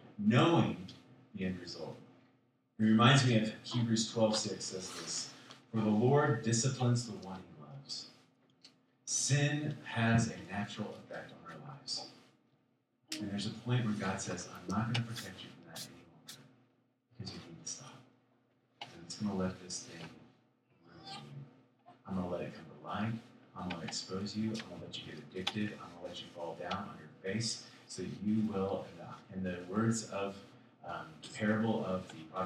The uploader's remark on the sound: Sorry for the audio. We forgot to plug the mic into the mac...